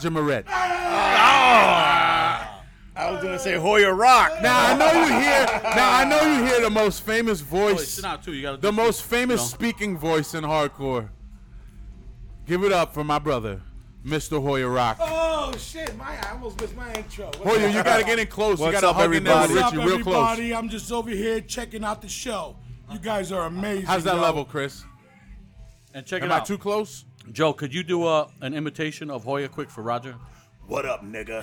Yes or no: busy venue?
yes